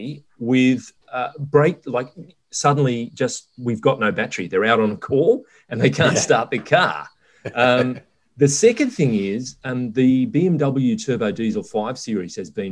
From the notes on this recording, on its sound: gather in cyberspace